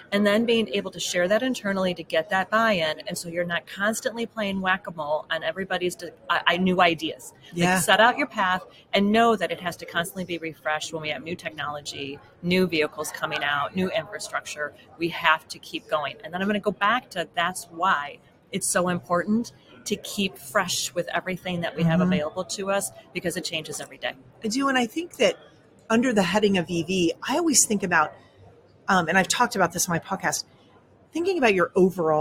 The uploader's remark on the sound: Live from NAFA. Live from the Wheels, Inc.